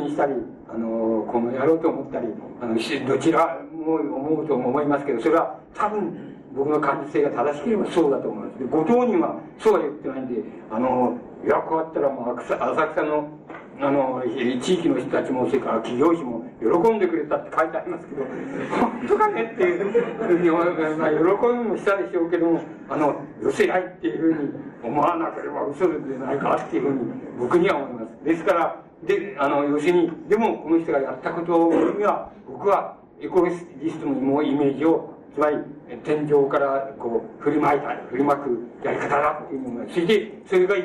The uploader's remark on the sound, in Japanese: 主催：NKK都市総合研究所 場所：大手町・日本鋼管本社ビル。8人連続講演会 「アーバンコンファレンス21」 として行われた講演。周辺ノイズが入るが 内容はクリアに聞き取れる。